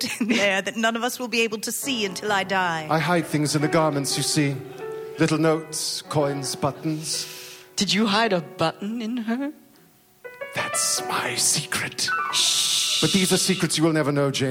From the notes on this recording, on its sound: LIVE at UCB LA. Our first live show! Taped live at UCB Sunset in Los Angeles.